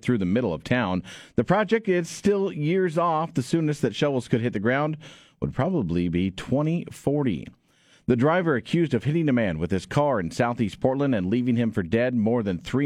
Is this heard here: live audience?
no